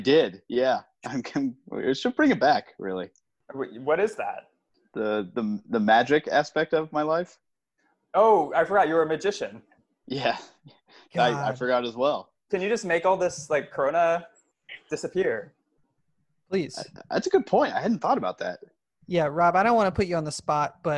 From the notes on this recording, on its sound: Who's In The Zoom Room? Send out a Zoom invite to a few old guests at the beginning of the podcast and eagerly wait to see who joins the conversation.